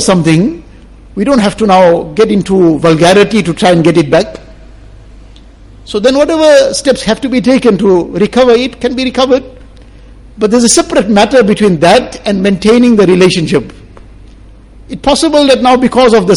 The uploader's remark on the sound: Jumua lecture